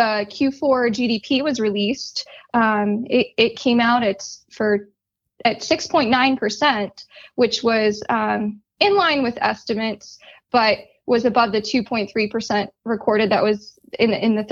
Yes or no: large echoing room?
no